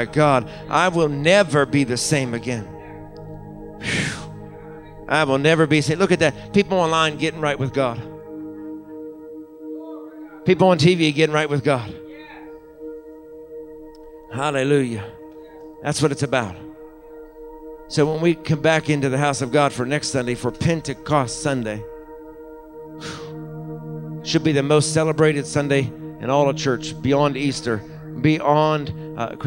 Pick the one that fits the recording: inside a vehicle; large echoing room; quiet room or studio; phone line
large echoing room